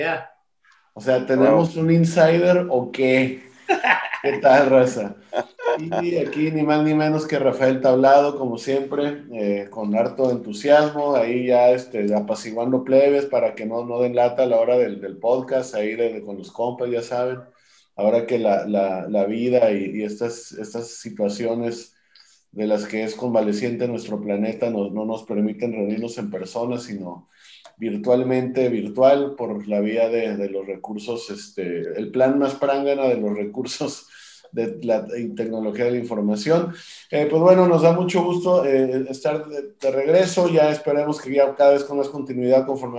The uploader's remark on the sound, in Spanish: De manera virtual, obvio, vía Zoom.